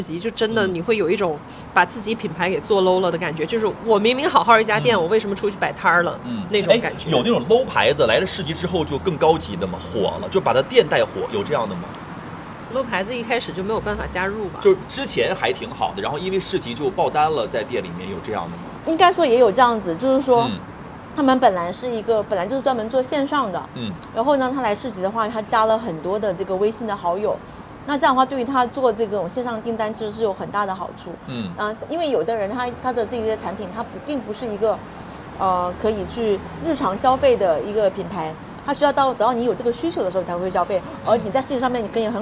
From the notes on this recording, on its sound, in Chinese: 世纪海角-赴一场春天的约会市集现场